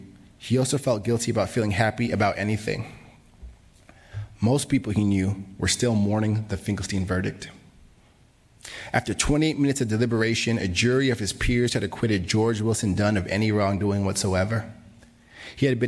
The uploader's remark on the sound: was recorded at the 2022 Tin House Summer Workshop